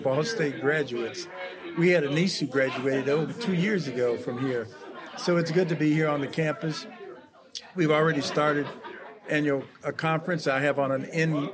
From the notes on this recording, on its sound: LiveStream. From Annual Conference. Conducted a series of live interviews at the conference.